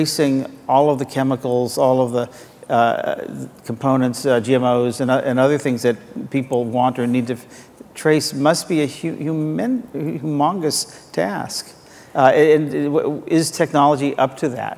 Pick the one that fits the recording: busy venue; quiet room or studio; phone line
busy venue